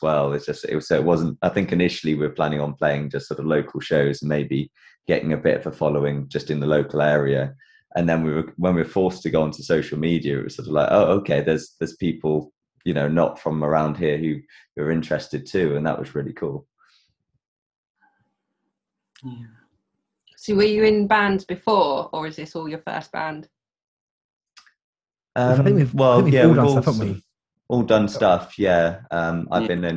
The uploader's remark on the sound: Recorded via Zoom